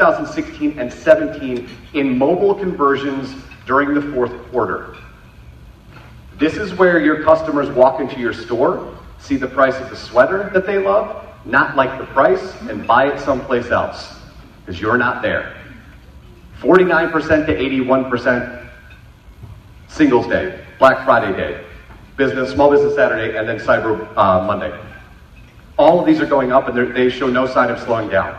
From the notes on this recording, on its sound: Keynote: Appetite For Disruption in Flint. For the first keynote of 2018. The audience was awesome.